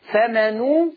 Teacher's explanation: خلي بالك من ضم حرف النون فمنو ضم الشفة جيدا وخلي بالك من ترقيق الراء غير فمن اضطر غير باغ.